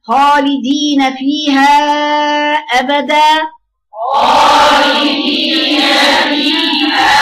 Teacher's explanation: وبقيه اللسان فين؟ لم مش مطبق زي مش زي الطاء، ولذلك حرف الخاء بنعمل استعلاء فيه لكنه مش كل اللسان لازق في سنة الحنك